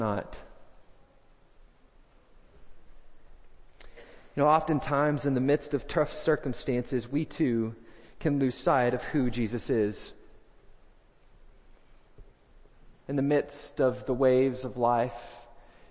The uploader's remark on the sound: First Baptist Belton Tx Sunday Morning Sermon